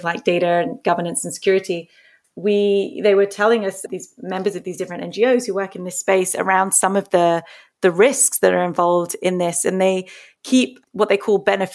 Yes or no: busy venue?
no